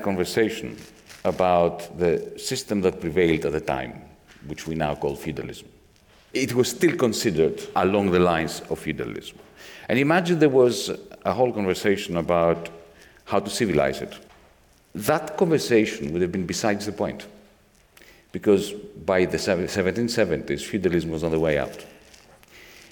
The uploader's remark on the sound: This episode brings you part one of our live event